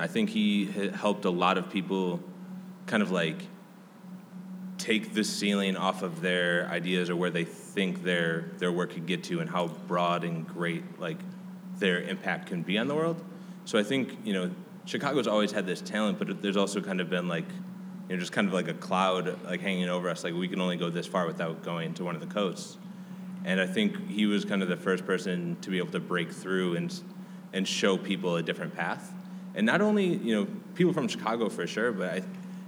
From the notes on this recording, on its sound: In a live panel recorded during the City of Chicago's Lake FX conference